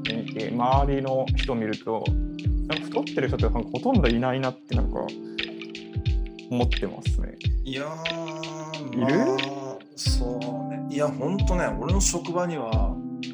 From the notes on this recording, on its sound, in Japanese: 音声に若干の乱れがありますが内容に関しては乱れてません。